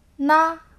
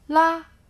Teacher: 嗯的声音主要经过鼻腔，了的气流从舌头两边出来